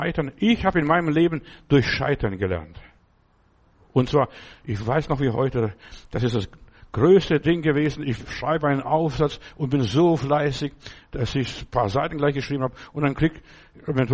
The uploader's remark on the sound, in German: Im Gemeinde-Zentrum in Berlin aufgenommen.